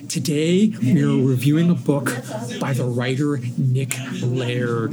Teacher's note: It's like an educated vocal fry.